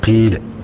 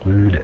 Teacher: الإشمام معناها أن تشم حركة الكسر بشيء، تشم حركة الضم بشيء من صوت الكسرة، وهو هنا أن تنطق الكسرة مع الإشارة بالفم الشفتين إلى الضم · Shown in: second take · أن ينطق المتكلم الكسرة في نفس الوقت التي يشير إلى الضمة بالشفتين بإطلاق الشفتين بالشفتين.